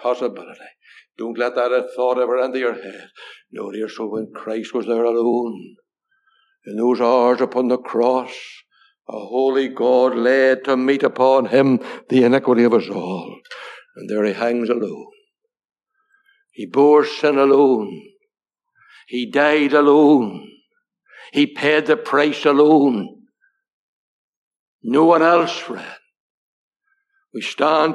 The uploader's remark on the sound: Gospel Audio Recording from Ballyclare Gospel Hall